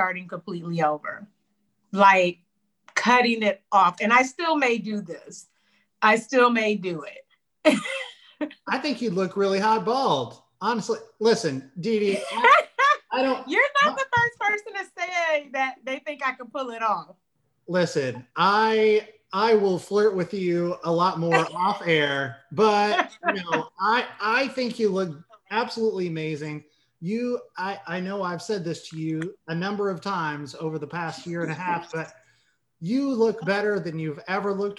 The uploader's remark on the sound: Recorded via Zoom